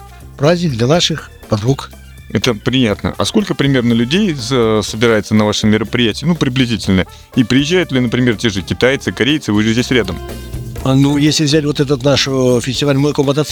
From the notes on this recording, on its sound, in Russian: Благовещенск. В рамках путешествия в Владивосток по маршруту будущего летнего мотопробега Владивосток-Выборг при поддержке фестиваля Baltic Rally. Записано в полевых условиях в марте 2023 года.